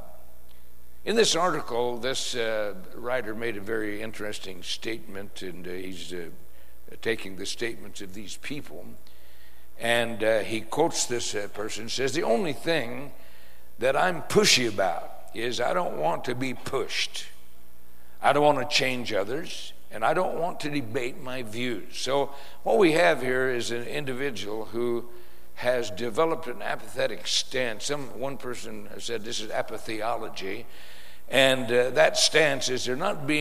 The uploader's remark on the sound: Preached in San Antonio TX Church.